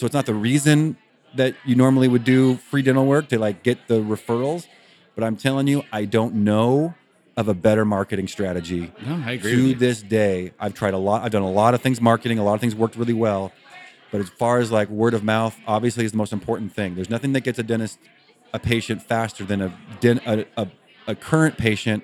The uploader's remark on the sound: Live from DIA 2.0. Two podcasts collide live at DIA2.0 in Scottsdale, AZ.